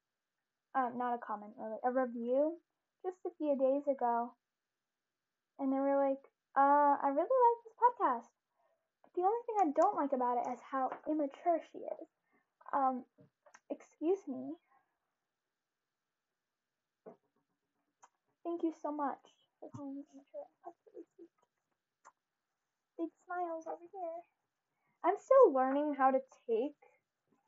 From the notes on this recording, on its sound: You will most likely hear a lot of background noise due to the mix I’m using today! I realized that the audio for today’s episode was pretty horrible!